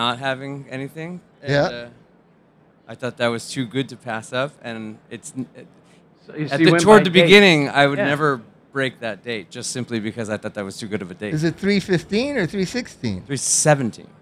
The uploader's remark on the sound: Live from OhanaFest.